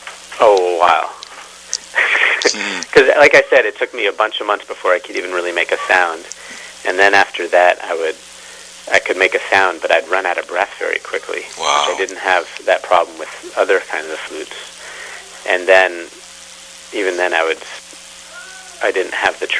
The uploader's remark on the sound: Conducted by telephone in May 2013.